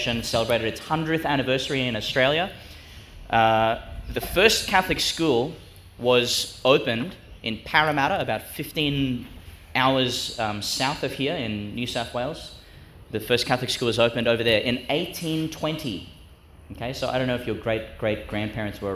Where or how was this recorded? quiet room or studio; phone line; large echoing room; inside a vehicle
large echoing room